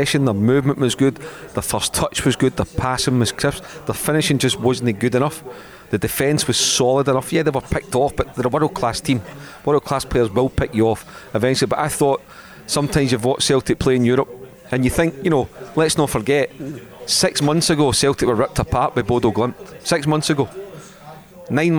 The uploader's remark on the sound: live at Radisson Red